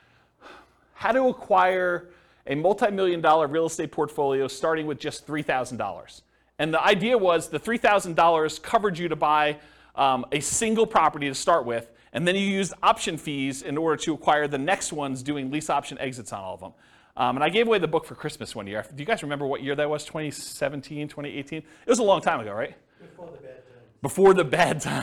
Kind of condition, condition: setting, live audience